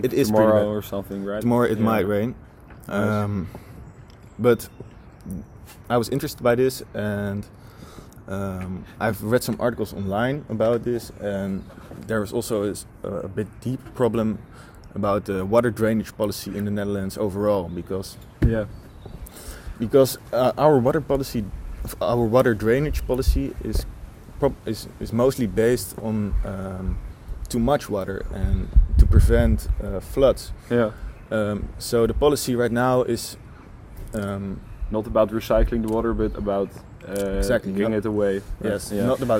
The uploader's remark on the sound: we did this outside, so you might hear cars passing